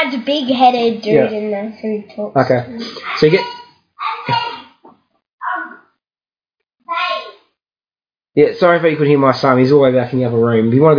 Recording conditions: sounds in the background